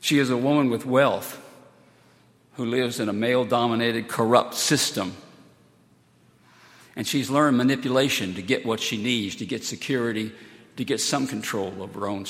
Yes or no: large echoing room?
yes